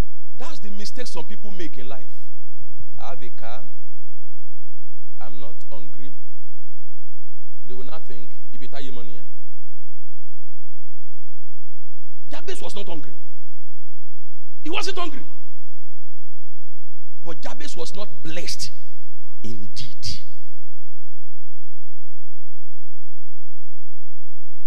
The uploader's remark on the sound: Covenant Champions Global Assembly LIVE Service